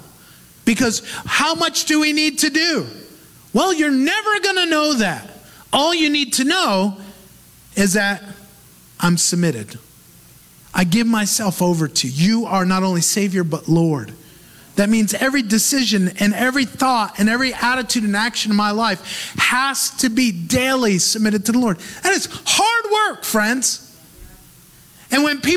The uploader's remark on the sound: Recorded live in Move Church, Auburndale, FL, U.S.A.